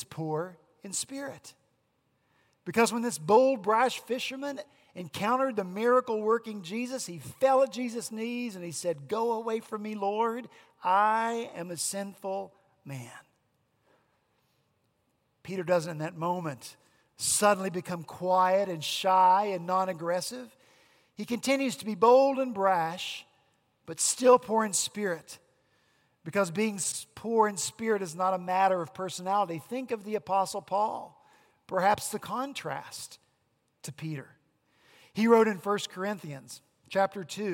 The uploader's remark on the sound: at Redeemer Presbyterian Church in Charleston, SC